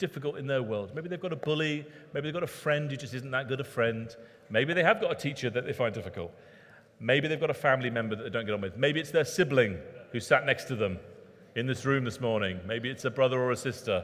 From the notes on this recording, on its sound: Recorded at Middlesbrough Community Church.